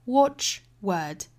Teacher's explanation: Watchword 不是 watchword 而是 watchword. Watchword 后面这个音节一定要弱 · watchword 也是一个名词性的复合词，它的重音就落在前面这个音节了，所以它读起来应该是 watchword.